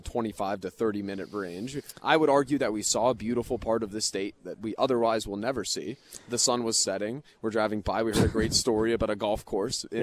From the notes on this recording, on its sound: Live from Big Ten Media Days in Indianapolis.